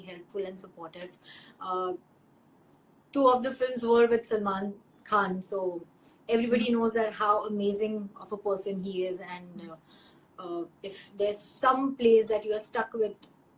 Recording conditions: video call